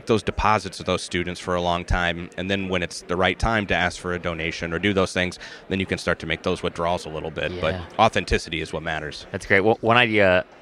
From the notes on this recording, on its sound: This episode was live recorded at AMA Higher Ed Marketing in Chicago in November 2023.